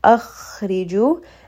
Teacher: ra in this case is going to be light because it has a kasra.